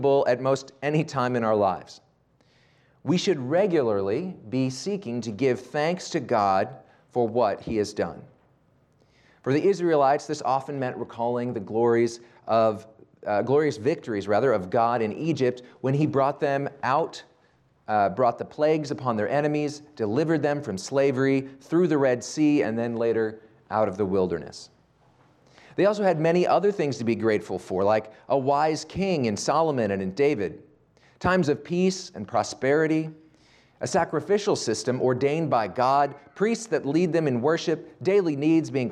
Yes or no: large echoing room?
yes